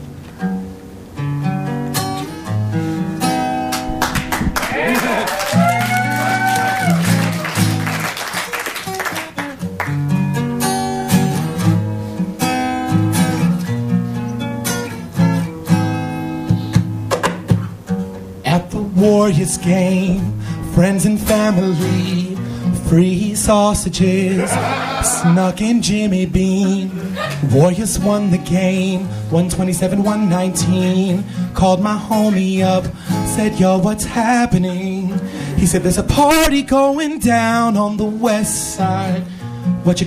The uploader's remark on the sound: Live at MaxFunCon 2012. For a live show at MaxFunCon.